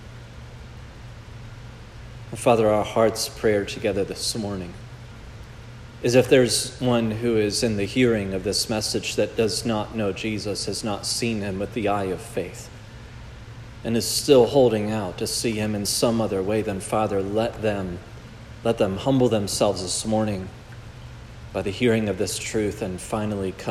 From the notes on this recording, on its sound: This message was preached at Providence Church